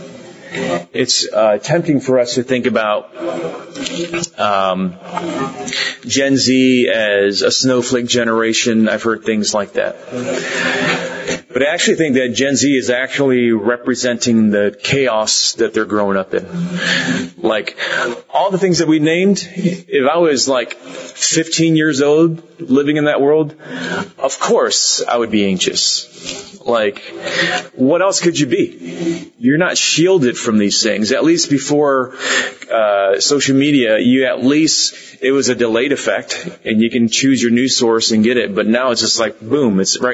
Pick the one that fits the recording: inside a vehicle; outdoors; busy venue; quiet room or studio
busy venue